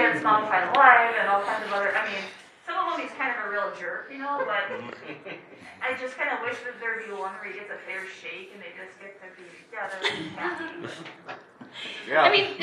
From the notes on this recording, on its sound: Live at Convergence 2023.